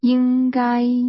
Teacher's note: Should, using two high-level tones.